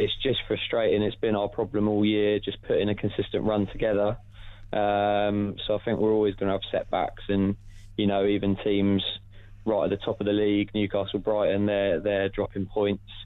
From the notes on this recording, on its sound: the first ever podcast phone-in